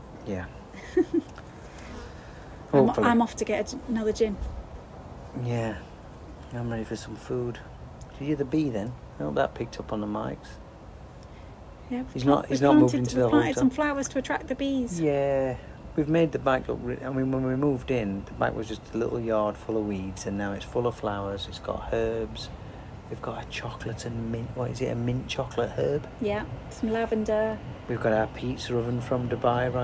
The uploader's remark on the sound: This is a rambling catch-up, recorded in the garden (home studio not quite ready yet). Again, apologies for audio quality!